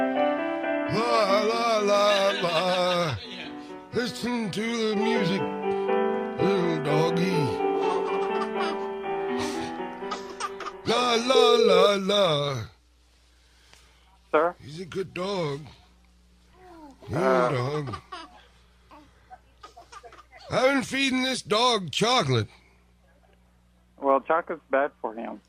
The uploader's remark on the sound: Prank Call